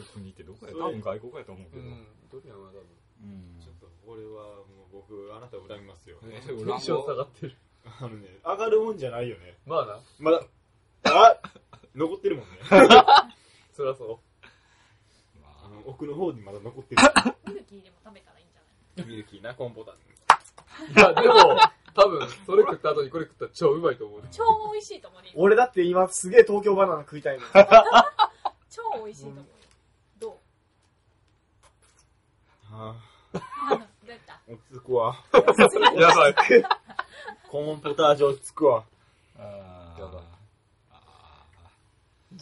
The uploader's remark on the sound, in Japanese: マイクの調子が悪くて音声があまりよろしくなく、聞きにくいと思います